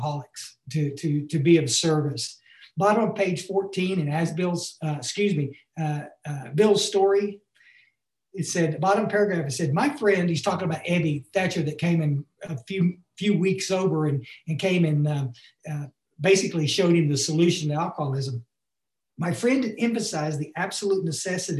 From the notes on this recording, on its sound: Barnsley UK Zoom meeting.